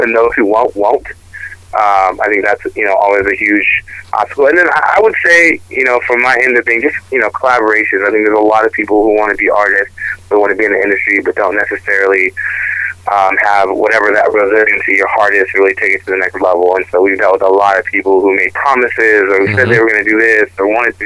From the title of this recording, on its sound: Phone Interview